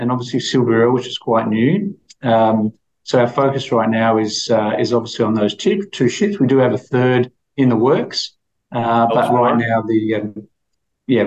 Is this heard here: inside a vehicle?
no